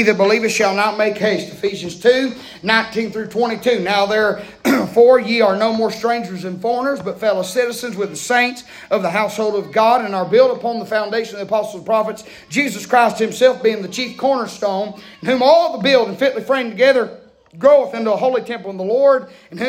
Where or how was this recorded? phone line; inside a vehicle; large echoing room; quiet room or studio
large echoing room